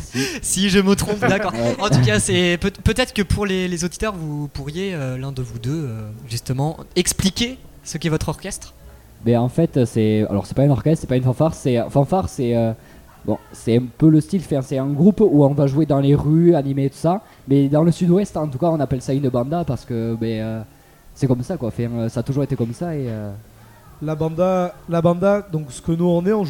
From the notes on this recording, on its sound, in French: Delta Fm est allée au Nouveau Festival à Cenon (33) pour donner la parole aux lycéens porteurs de projets, venus présenter leur travail. Cette banda vient des Landes et propose aux festivaliers de la musique tout au long du festival.